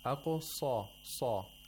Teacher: The way that he pronounced the saw was very correct because it had tafkhim.